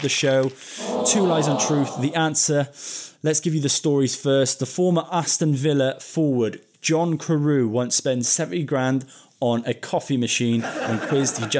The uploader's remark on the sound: recorded in-front of a live studio audience